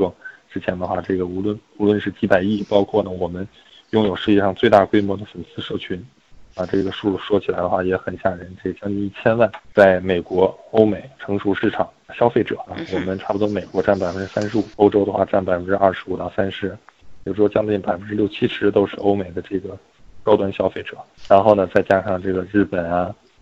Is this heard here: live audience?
no